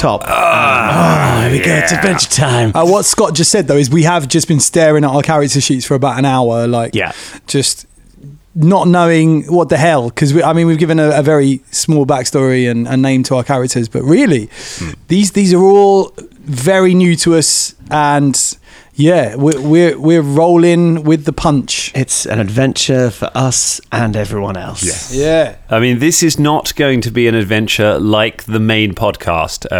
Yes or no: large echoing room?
no